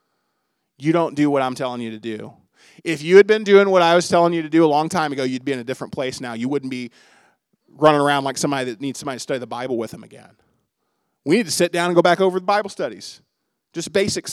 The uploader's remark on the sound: Lesson presented at The Crossings Church Collinsville in Collinsville, IL – a non-denominational church that meets Sunday mornings at 2002 Mall Street, Collinsville, IL just outside of St.